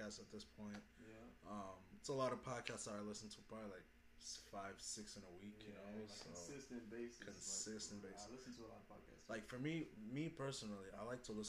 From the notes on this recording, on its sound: Our audio was kind of messed for this ep.